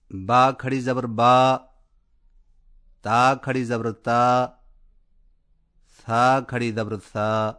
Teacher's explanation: کھڑا زبر ہونٹوں کو اوپر کی طرف کھول کر تھوڑا سا کھینچ کر پڑا جاتا ہے، اور اس کی آواز کا رخ اوپر کی طرف ہوتا ہے